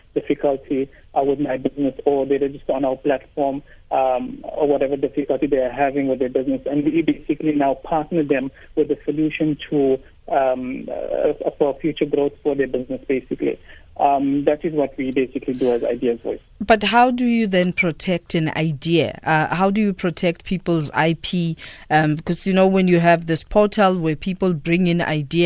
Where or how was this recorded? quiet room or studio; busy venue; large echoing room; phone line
phone line